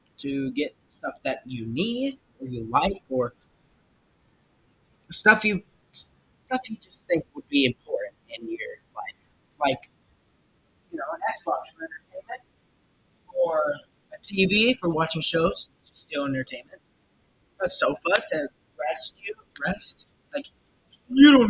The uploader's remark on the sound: I was waiting for a new microphone and it got here. The microphone audio messed up.